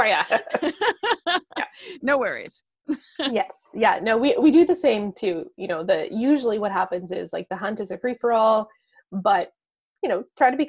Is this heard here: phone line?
no